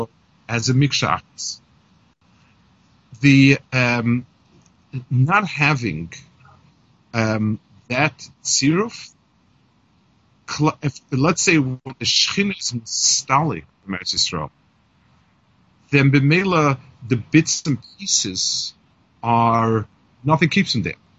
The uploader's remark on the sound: Melbourne Kollel by Skype.